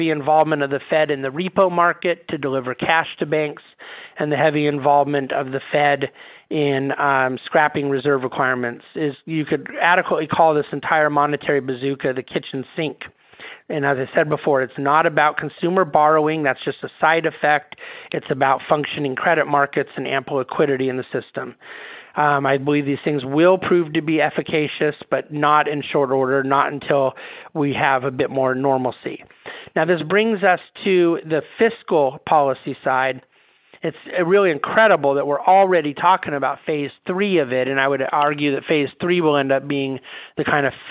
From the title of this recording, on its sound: National Conference Call Replay